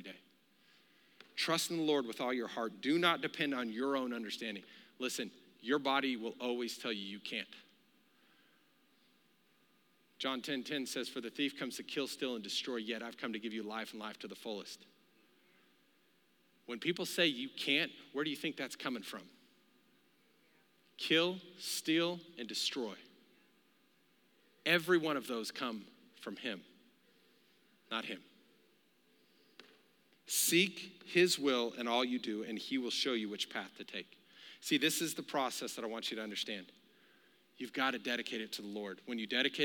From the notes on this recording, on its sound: Recorded live during our Wednesday night service